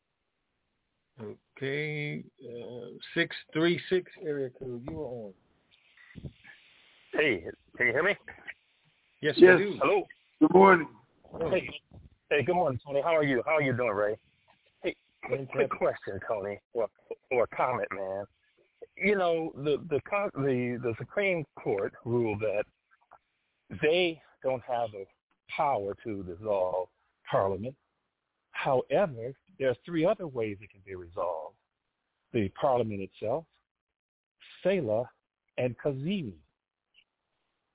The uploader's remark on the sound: TNTSuperfantastic Conference Call